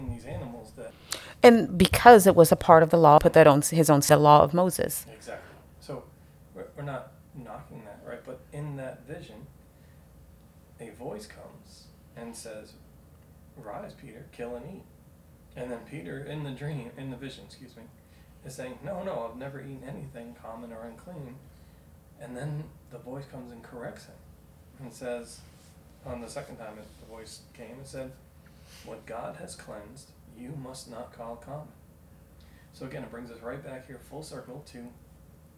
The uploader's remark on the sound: this message's audio has been affected due to glitch in our new recording equipment